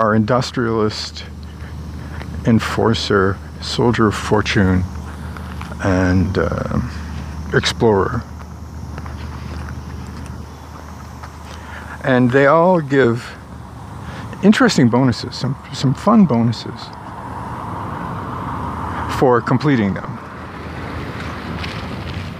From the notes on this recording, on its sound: Lots of heavy engine noise this morning.